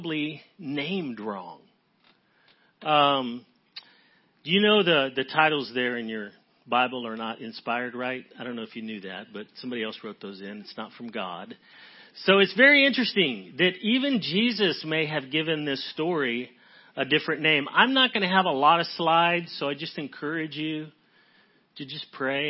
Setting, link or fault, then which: setting, large echoing room